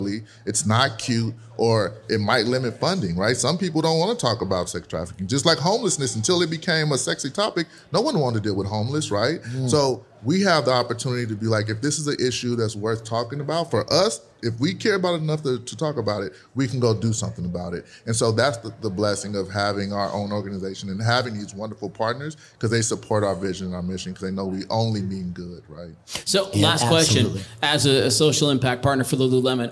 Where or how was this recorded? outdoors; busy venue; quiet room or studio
busy venue